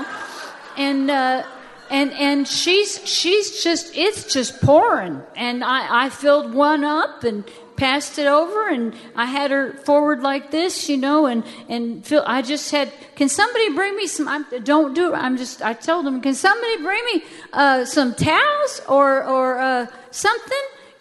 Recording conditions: large echoing room